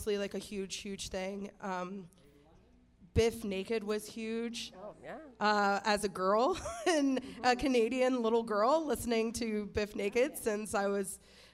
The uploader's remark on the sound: Pulls the live studio audience into the mix for a few questions.